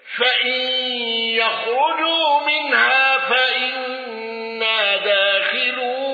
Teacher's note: خلف عن حمزة بإمالة الياء وترك الغنة